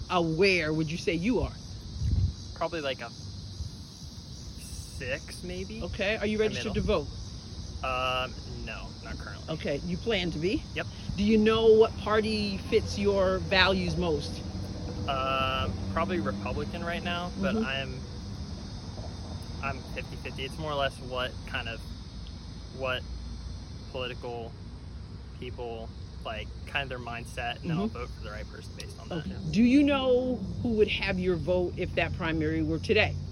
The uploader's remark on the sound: Day 1: Broadway | Day 2: SEMO Campus. Taking It to the Streets is about getting out and talking to random people about the issues. The second day, I was outside Southeast Missouri State University (SEMO).